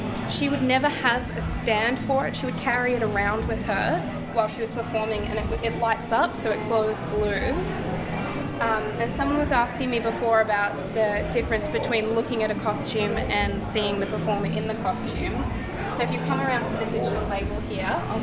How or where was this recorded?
busy venue